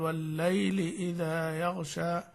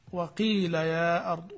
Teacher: فإن في هذا المد شيء من التمكين اليسير في حروف اللين · Shown in: first take